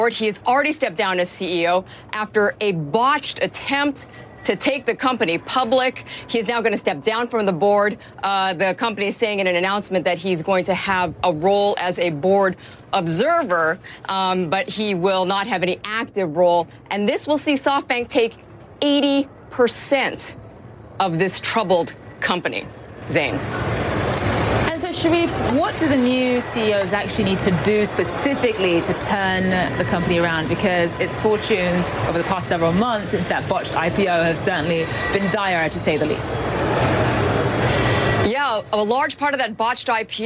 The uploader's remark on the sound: live from the New York Stock Exchange